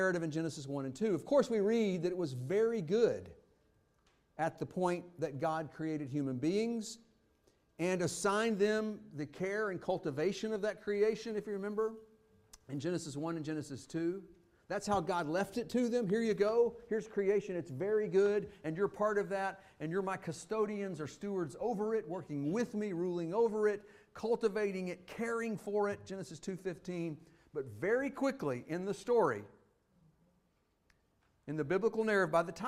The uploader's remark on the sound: Fuquay-Varina church of Christ sermon audio from Sunday, March 5, 2023.